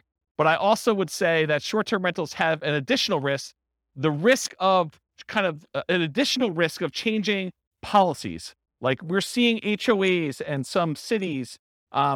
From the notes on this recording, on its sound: This was a live class recorded.